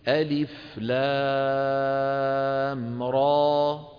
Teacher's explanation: نمد لام بمقدار را ثلاث مرات، را هذا طبيعي، نضرب زمنه بثلاثة ونمد إيه؟